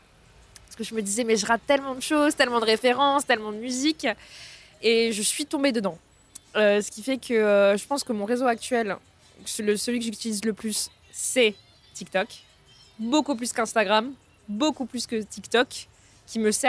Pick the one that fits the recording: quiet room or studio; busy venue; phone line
busy venue